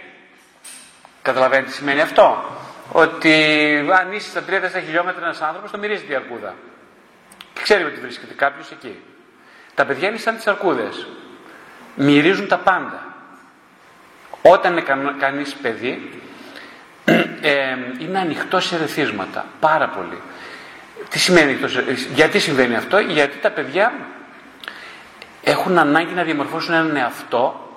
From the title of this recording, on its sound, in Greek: Ερωτήσεις και απαντήσεις μετά από ομιλία